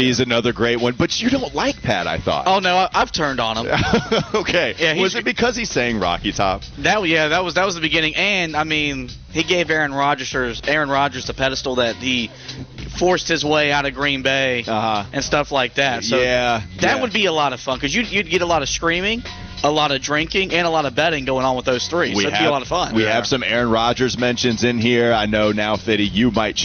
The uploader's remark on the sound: Get off the bus live from the Wells Fargo Championship at Quail Hollow.